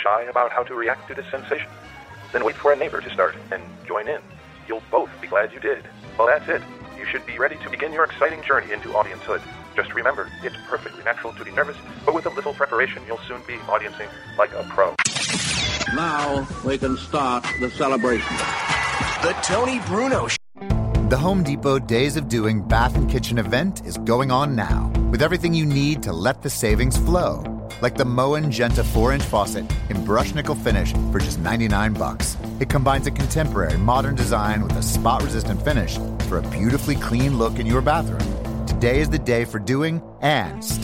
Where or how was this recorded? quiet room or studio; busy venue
busy venue